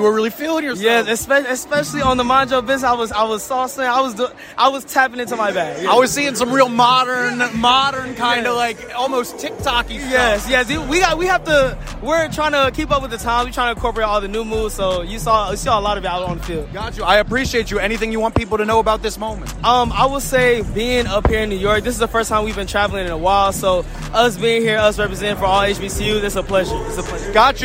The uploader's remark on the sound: LIVE at the HBCU New York Football Classic!